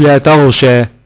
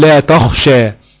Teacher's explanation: وطبعا الفرق بين الخاء وبين الغين، الفرق الاساسي اللي بينهم ان الغين حرف جهر وان الخاء حرف همس، فبيحصل جريان للنفس مع حرف الخاء